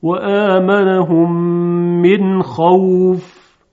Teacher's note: مثلا در سوره قریش و آمنهم من خوف، اگر بر خوف وقف کردیم میتونیم اینطوری بگیم و آمنهم من خوف. این به قصر بود، دو حرکت، یعنی واو رو واولین رو دو حرکتی خوندیم.